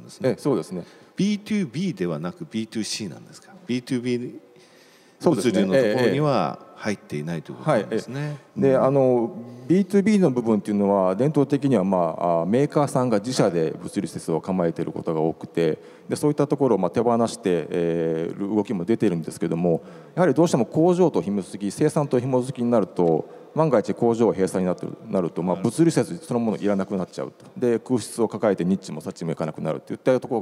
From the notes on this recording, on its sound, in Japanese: 1月28日に東京証券取引所で開催した「J-REITファン2017」に登壇した「ラサールロジポート投資法人」のIRセミナーをダイジェスト版でお送りします。